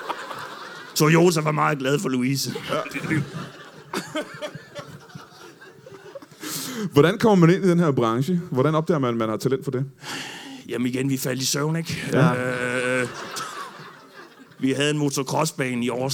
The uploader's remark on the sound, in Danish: LIVE fra Comedy Zoo Aarhus